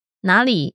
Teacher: 哪里 is third tone, the falling rising tone.